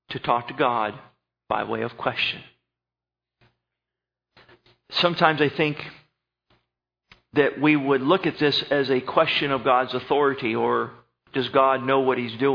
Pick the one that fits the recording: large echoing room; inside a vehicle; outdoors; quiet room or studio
large echoing room